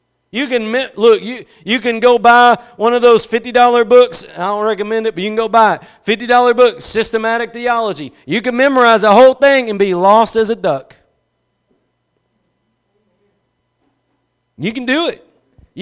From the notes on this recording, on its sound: Preached at Gospel Lighthouse in Bossier City, La.